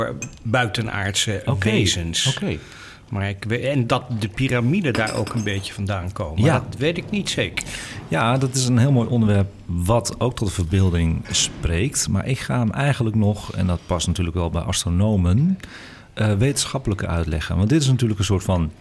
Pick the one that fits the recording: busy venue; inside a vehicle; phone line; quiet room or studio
busy venue